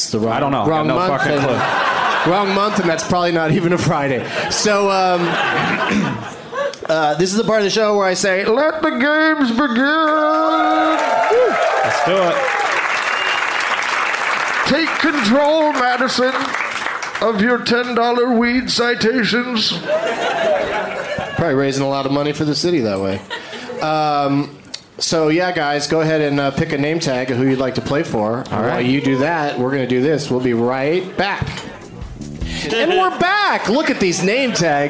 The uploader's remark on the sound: Live from Madison's Comedy Club on State.